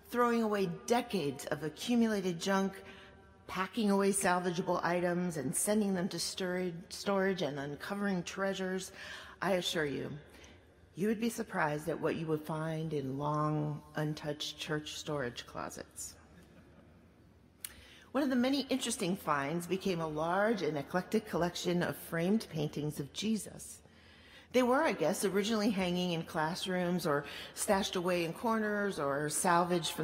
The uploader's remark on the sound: at Duke Chapel on March 3, 2019